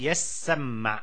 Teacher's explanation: أدغمت التاء في السين بعد أن قلبت سينا فصار الفعل يسمع